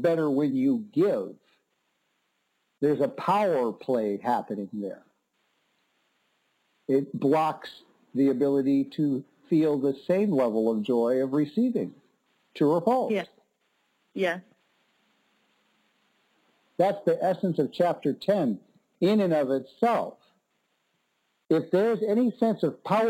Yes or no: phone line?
yes